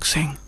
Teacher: आपकी आवाज हल्की हो जाती है, हवादार